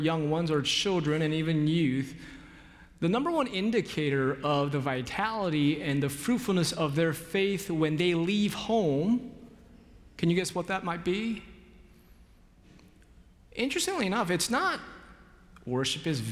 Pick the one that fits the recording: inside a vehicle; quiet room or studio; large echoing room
large echoing room